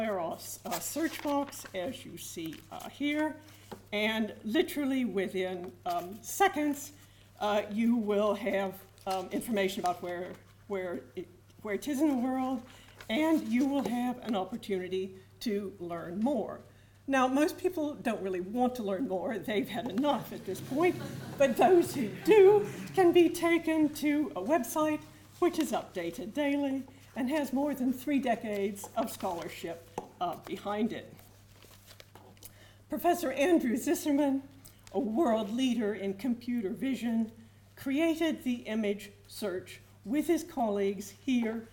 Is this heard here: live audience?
yes